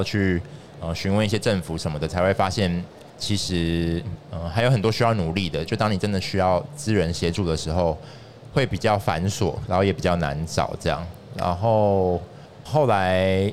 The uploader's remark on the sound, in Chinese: 2022 Medical Taiwan台灣國際醫療暨健康照護展 -Live Podcast